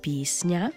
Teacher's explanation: «С» та «Н» стоять разом і пом'якшуються одночасно.